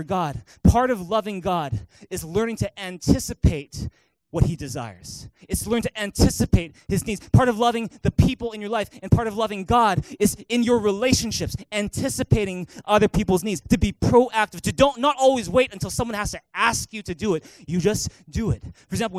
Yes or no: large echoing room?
yes